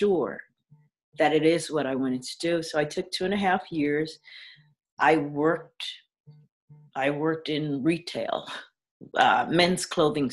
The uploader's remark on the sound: via Zoom